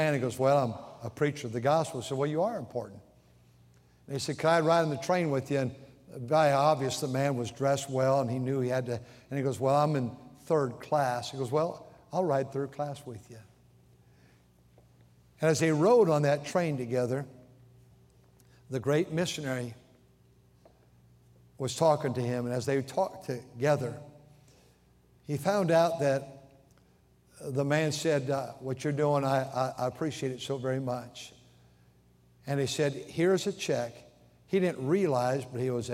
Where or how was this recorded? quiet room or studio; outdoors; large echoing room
large echoing room